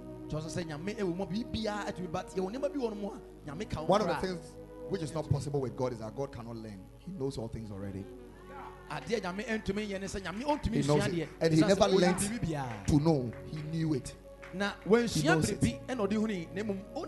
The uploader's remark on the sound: Preached at the Ekklesia Chapel